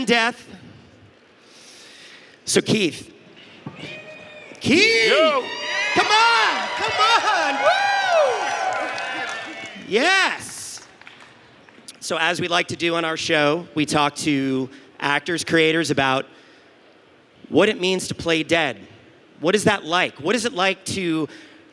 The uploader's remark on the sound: Live from L.A. Comic Con